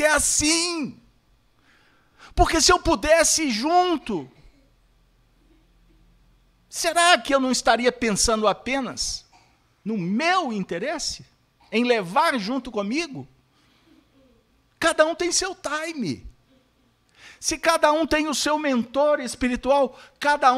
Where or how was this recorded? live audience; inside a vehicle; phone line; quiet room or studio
live audience